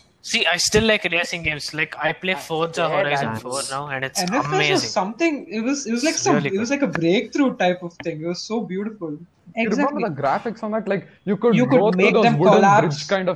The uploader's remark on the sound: Sorry for the audio lag.